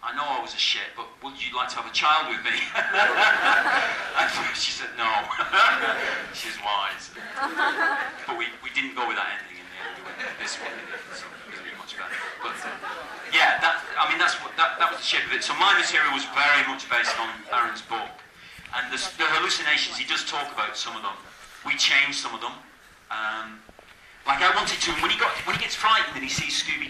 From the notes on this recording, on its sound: an audience q+a recorded after a screening the night before the roundtable was held